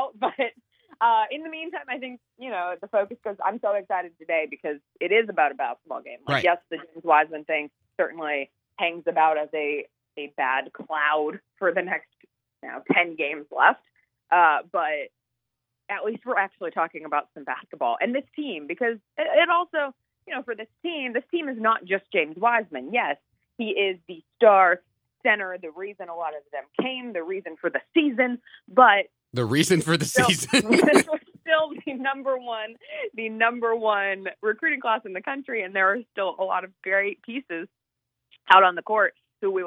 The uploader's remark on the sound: call in for an update